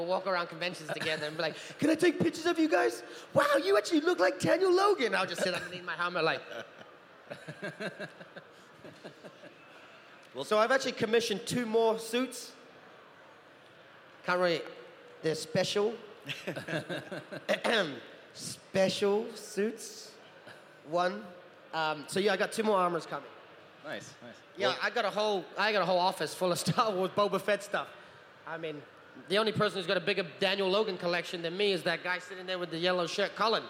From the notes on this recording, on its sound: At London Comic Con 2018, we had the honour of hosting a Q&A panel